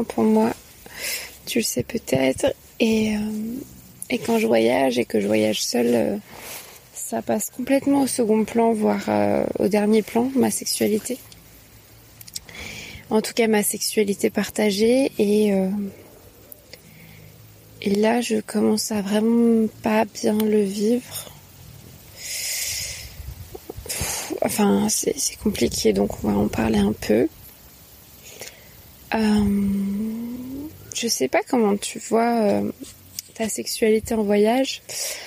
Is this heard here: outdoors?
yes